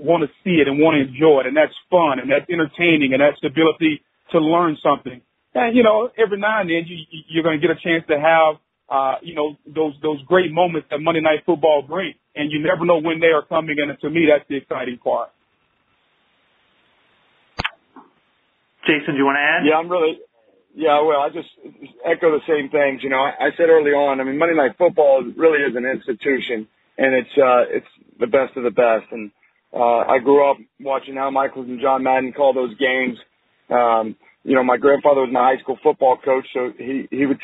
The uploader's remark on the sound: ESPN conference call